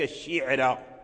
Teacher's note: الشعرى الشين مكسور العين ساكن الراء مفتوحة فمرققة في ورش